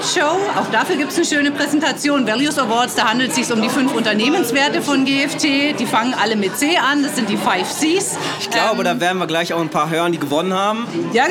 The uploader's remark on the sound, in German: Diese besondere Episode haben wir auf der Weihnachtsfeier 2022 in Stuttgart aufgezeichnet. Wir haben einige Mitarbeiter interviewt.